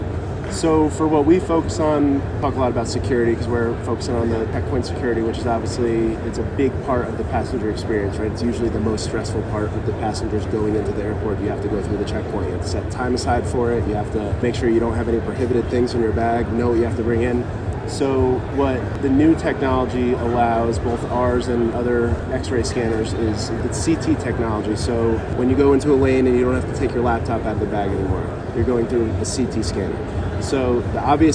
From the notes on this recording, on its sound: Live Interviews from AAAE Annual Conference. Conducted live interviews at the conference in June 2023.